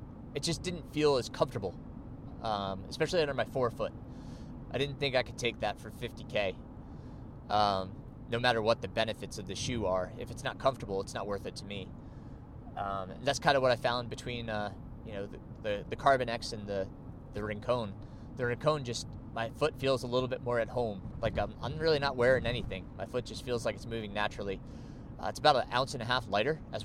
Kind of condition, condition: setting, inside a vehicle